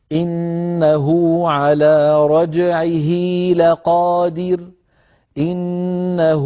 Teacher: أشبعت ضمة الهاء حتى تولد منها واو